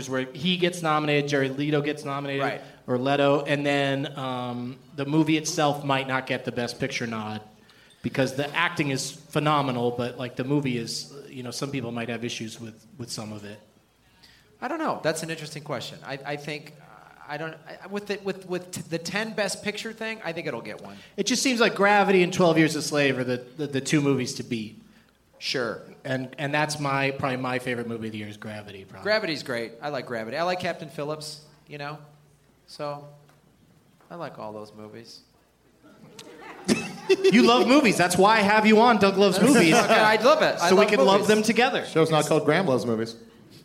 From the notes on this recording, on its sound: Live from the Improv in Tempe, AZ